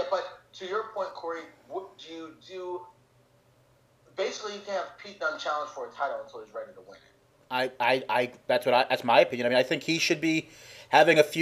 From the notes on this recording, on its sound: Pardon the audio issues.